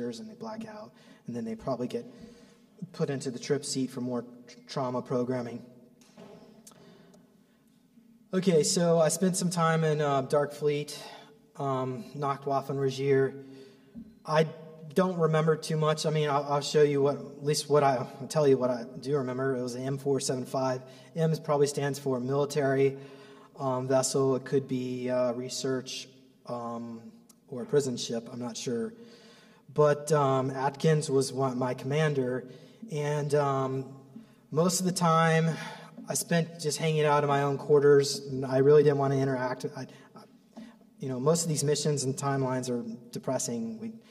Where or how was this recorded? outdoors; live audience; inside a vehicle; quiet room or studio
live audience